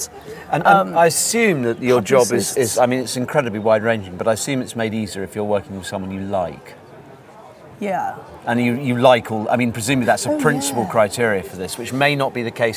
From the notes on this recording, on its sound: This is a Mavericks Podcast Special Edition from the July 2017 DO Lectures in West Wales. A number of DO attendees as well as featuring some bits of my own talk at the event.